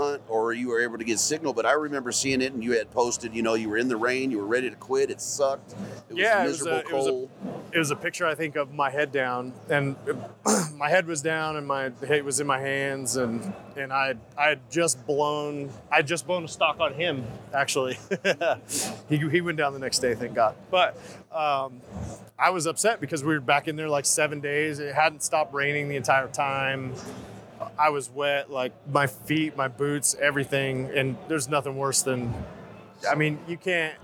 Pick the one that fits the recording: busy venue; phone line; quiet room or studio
busy venue